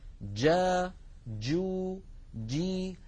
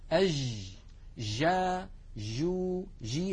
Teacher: هذه جيم رخوة، جيم هي ولكنها ليست الجيم الفصيحة المنقولة لنا في التلاوة القرآنية